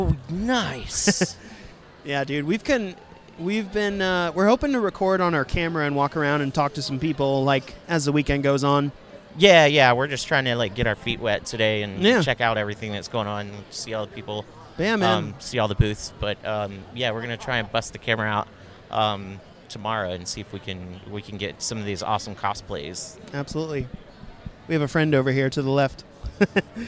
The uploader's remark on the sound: Midnight Terrors Live from SC Horror. SC Horror Convention in Columbia, SC. While the guys chilled at their table, they busted out the recording device.